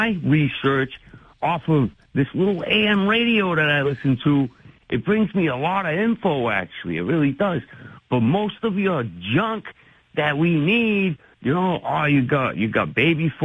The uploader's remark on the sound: takes calls from the audience